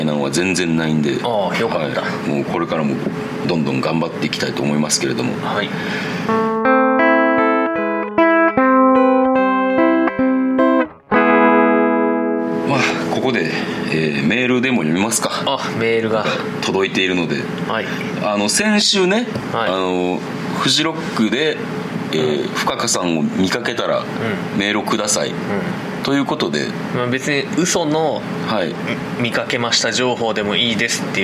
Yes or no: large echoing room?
no